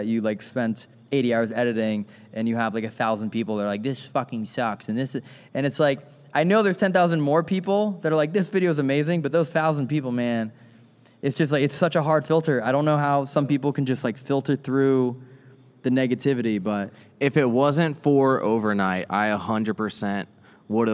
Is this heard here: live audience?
yes